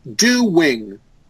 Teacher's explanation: There's a hidden W between the O and the I.